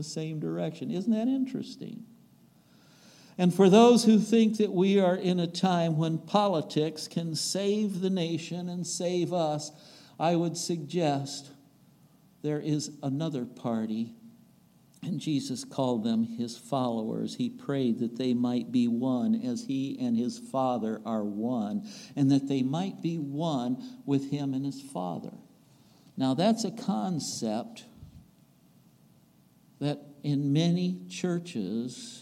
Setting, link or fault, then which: setting, large echoing room